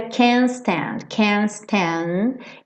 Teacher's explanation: o can't, para fazer a negativa, acaba não dando tempo também de passar por esse T